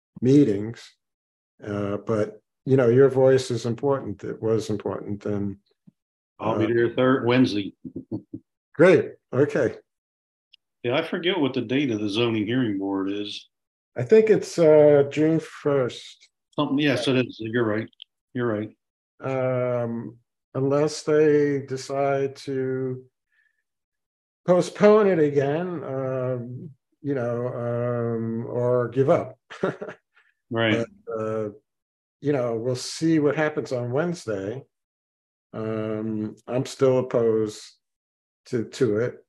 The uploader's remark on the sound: Participants at the 22 May 2023 Meet Mack Monday Zoom meeting